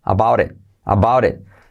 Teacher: la T se convierte en una R suave